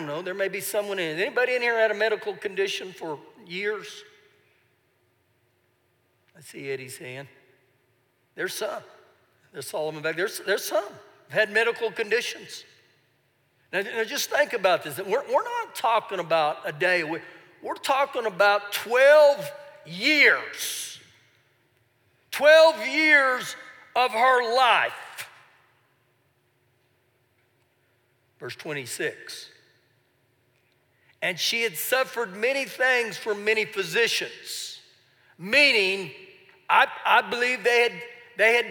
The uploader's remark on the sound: Recorded live during our Wednesday night service.